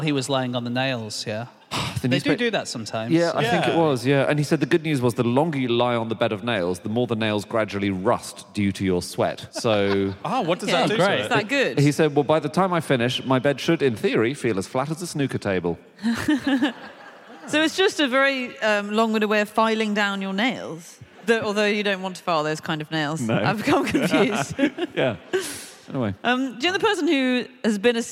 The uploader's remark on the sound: Live from Aberdeen